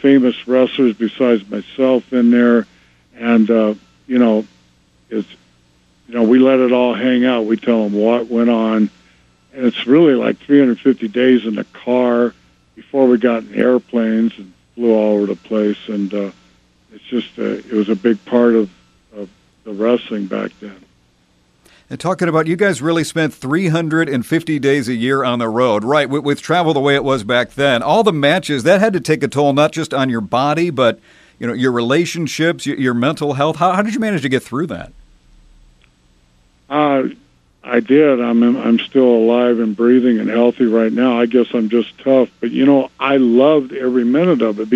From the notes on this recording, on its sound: called